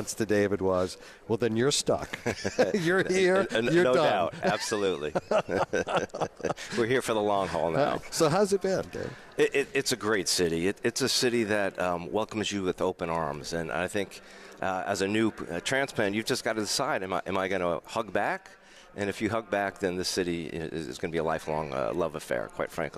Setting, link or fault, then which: setting, busy venue